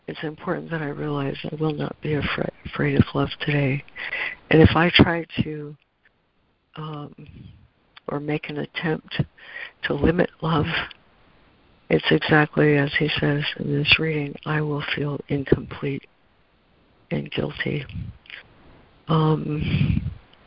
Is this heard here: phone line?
yes